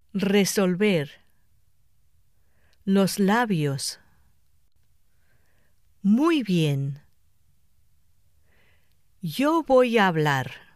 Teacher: The lips are not quite completely closed, and air passes through them. · Term: B y V fricativas